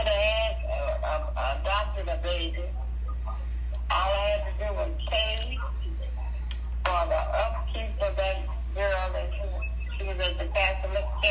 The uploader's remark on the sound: listen in on a phone conversation